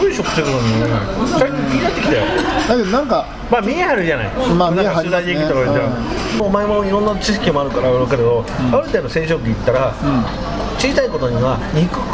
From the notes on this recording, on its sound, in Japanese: サイゼリアにて収録です。